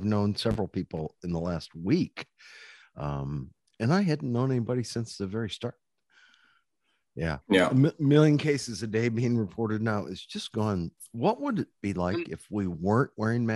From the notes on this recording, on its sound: Yes we are temporarily recording by Zoom because of COVID worries